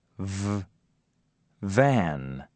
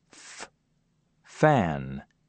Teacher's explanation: Or cover your ears with your hands and notice that the voiced sounds are very loud, whereas the voiceless sounds are almost inaudible